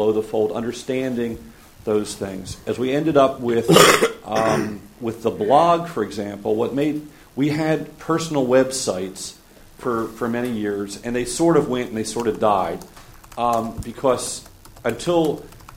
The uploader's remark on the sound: From the Citizen Journalism Unconference 2006 proceedings at Harvard Law School.